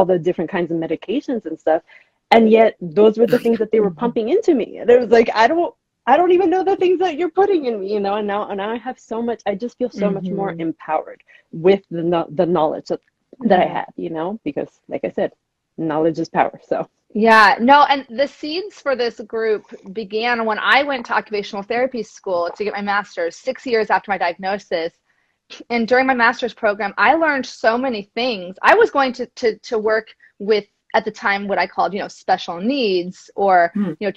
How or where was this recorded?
video call